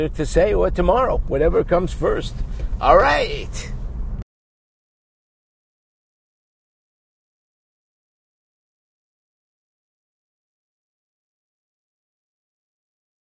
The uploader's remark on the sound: While driving in my car from where I am to where I am going or wherever I happen to be when inspiration hits me to record another podcast.